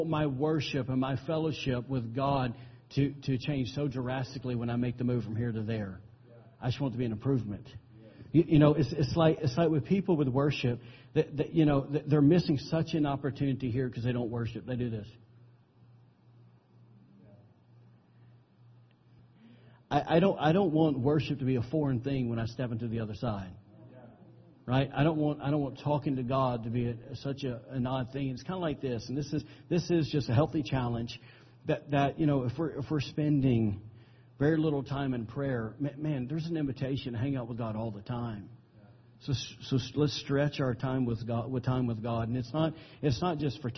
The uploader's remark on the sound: recorded on September 17, 2017, during Sunday morning service at Celebration Life Family Church